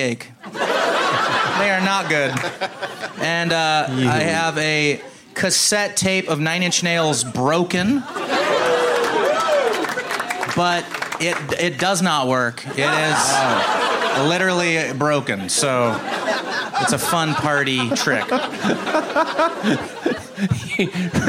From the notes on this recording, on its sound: Live from the Punchline Comedy Club in Sacramento